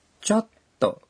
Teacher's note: Saat Anda mengucapkannya, hentikan nafas selama satu ketuk setelah co. Chotto, kan?